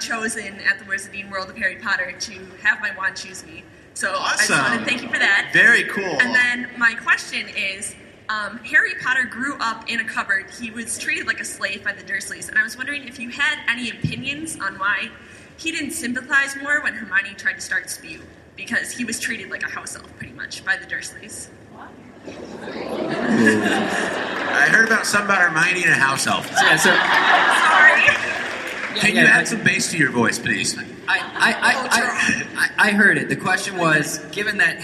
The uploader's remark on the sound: Live from LeakyCon